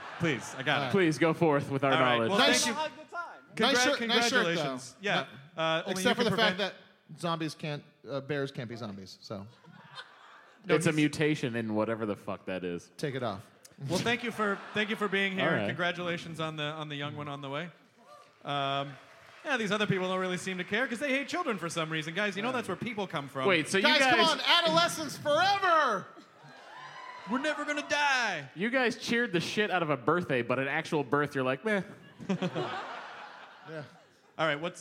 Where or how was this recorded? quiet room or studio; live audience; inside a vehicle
live audience